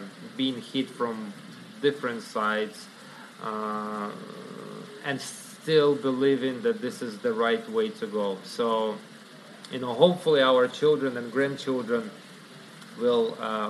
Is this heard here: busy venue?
yes